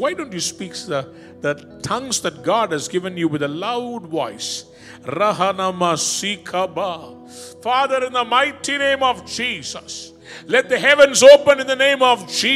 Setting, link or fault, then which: setting, large echoing room